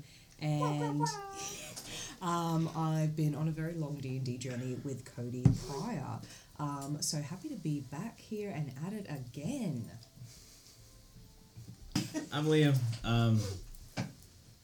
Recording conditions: background noise